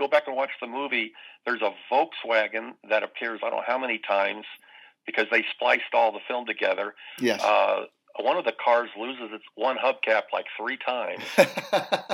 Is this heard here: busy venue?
no